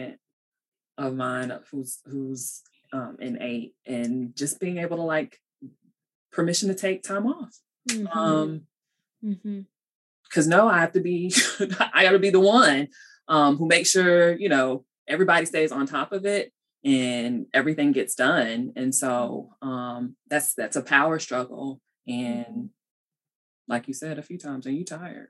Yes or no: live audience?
no